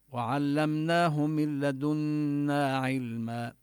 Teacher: وعلمناه من لدنا علما، من لدنا تدغم النون في اللام إدغاما بلا غنة، ونشدد النون ننتبه لغنتها، من لدنا نمد المد الطبيعي، وعلما كذلك نقف بالألف.